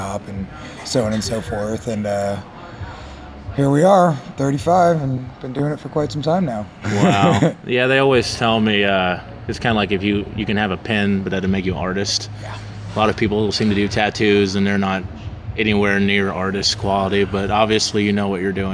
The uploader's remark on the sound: live interview from 2016's Dark History and Horror Con!